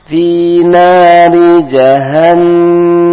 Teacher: Di sini ada nun bertasdid maka ditahan berdengung dua harakat.